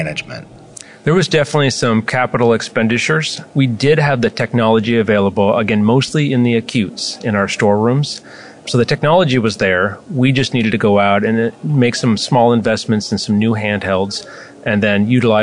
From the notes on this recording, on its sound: live at AHRMM23 in Orlando